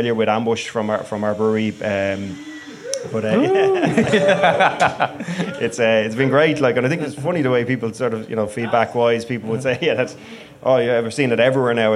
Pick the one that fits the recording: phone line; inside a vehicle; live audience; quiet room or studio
live audience